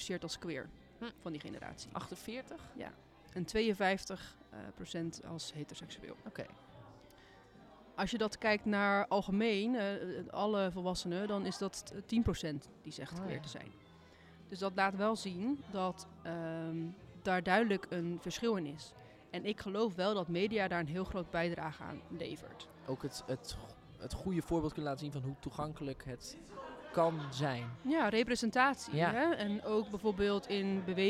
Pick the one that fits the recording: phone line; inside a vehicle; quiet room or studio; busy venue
busy venue